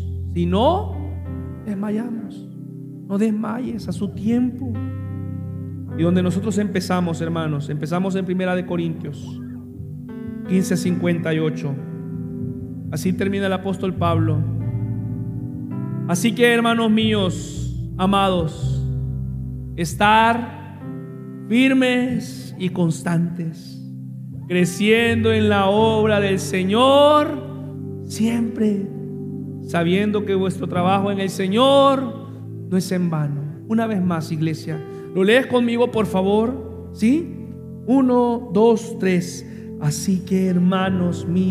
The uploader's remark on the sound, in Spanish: Mensaje grabado en vivo, en la Iglesia El Faro La Ceiba.